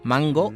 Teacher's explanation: la N de mango es casi una ñ y la tienes que sacar por la nariz